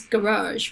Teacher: I think the U.S. is garage, right, with the second syllable stress. And then for me as a non-posh northerner, it's garage.